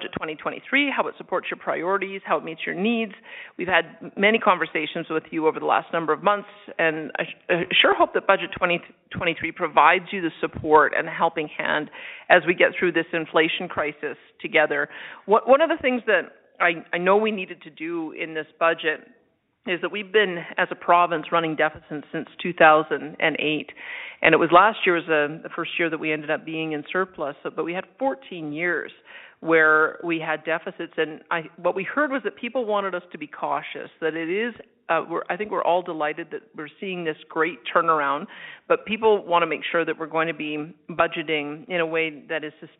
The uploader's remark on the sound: Held an interactive telephone town hall.